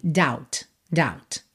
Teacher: esse B é completamente mudo. Pode pensar que ele não tá aí.